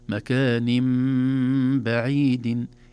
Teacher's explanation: نون التنوين مكان انقلبت مكان نم، لماذا؟ بسبب الباء بعدها. · Term: الإقلاب